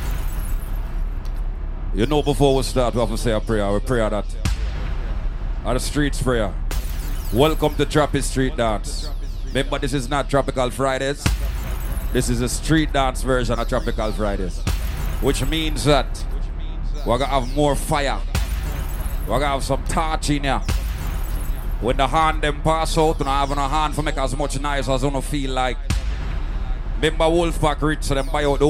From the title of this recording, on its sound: Tropi Street Dance 5/6/23 (LIVE AUDIO)